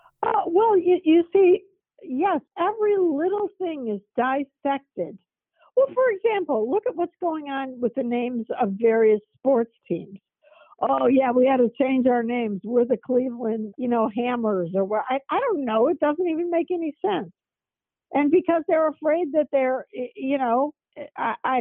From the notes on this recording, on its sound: This phone interview is being released uncut and with no promos or sponsors.